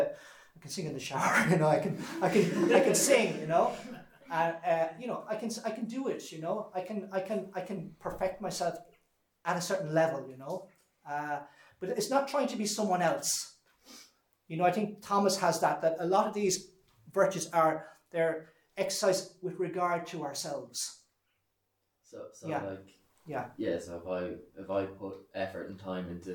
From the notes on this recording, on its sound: This lecture was given on June 16th, 2023, at Holy Family Mission, Glencomeragh House Kilsheelan, TA Ireland.